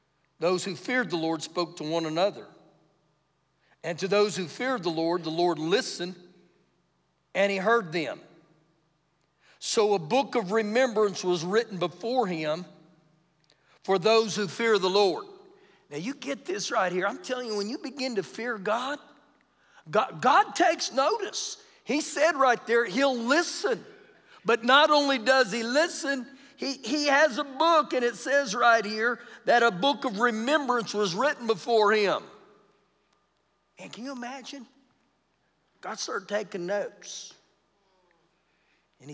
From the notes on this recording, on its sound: Recorded live during our Wednesday night service